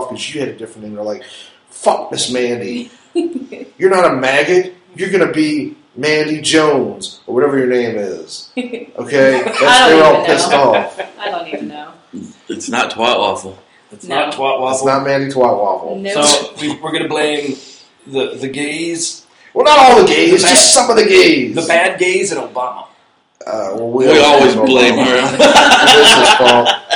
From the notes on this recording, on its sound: The audio is a little uneven